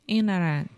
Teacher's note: what I'm trying to highlight is we do not say the first T. We do not say internet.